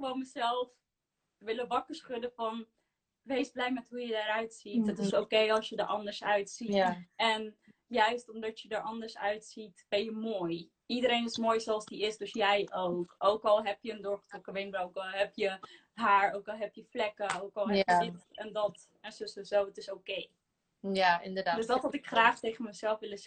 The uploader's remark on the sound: Instagram Live